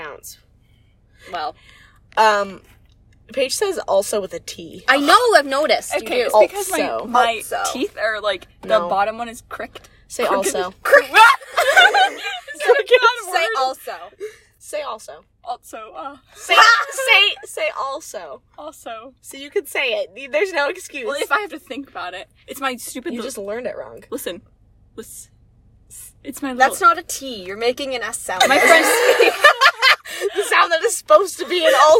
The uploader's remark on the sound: Pizza Hut Parking Lot. A late night, spur of the moment episode recorded in a parked car on voice memos in the parking lot of a Pizza Hut.